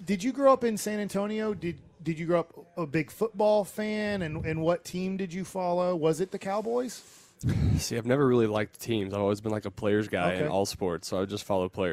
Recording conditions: busy venue